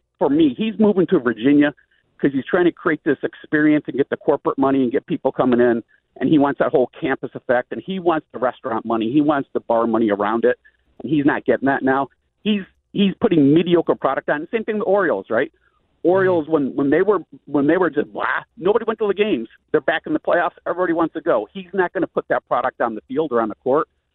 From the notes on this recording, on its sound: goes to the phones to talk to people from all around the DMV